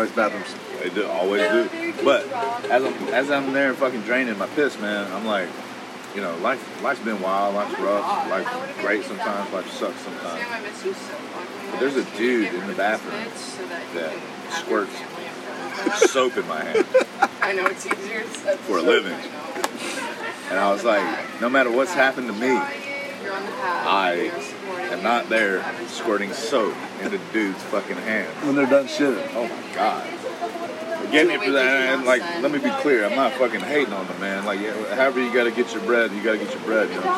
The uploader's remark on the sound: Record all over New Orleans.